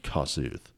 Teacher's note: hard on the first syllable there